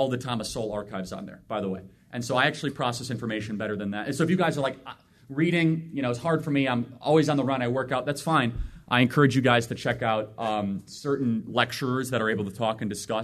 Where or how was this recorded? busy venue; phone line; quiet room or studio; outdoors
busy venue